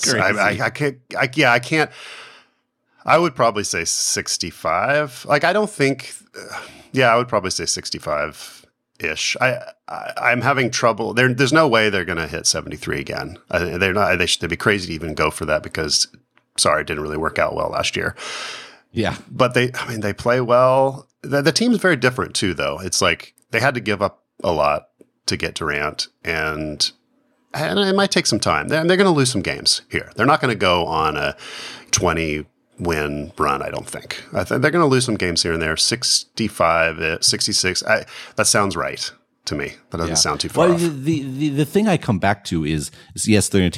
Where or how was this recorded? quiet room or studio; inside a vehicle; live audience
quiet room or studio